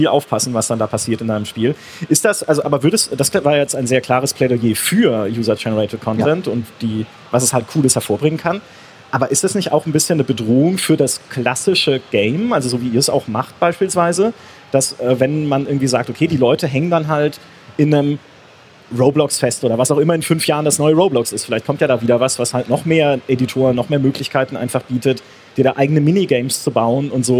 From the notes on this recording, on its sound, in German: Im CAGGTUS-Live-Talk. Im Live-Talk von der CAGGTUS 2023 in Leipzig.